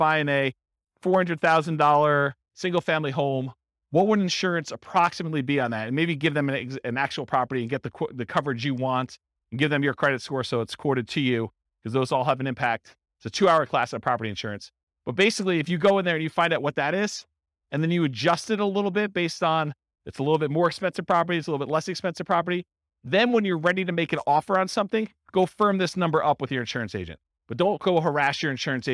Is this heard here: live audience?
yes